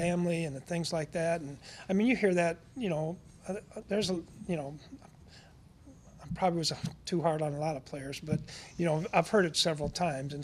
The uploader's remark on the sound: The Dallas Cowboys hosted an introductory press conference. At the team's headquarters at The Star in Frisco.